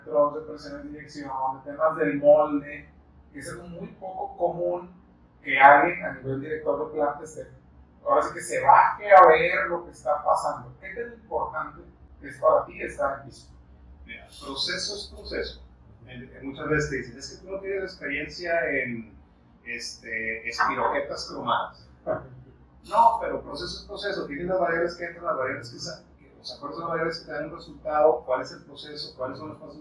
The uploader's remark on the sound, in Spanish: Una disculpa por el sonido, estuvimos ya en pruebas para mejorarlo en los próximos episodios.